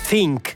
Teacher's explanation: c'è la fricativa interdentale, che è tipica dei verbi inglesi.